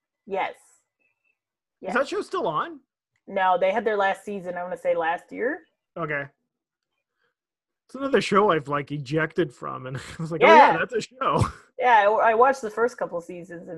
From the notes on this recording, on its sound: This episode was recorded in the beginning of Phase 2 of the re-opening period in Ontario. We're finding Zoom is just WAY more convenient!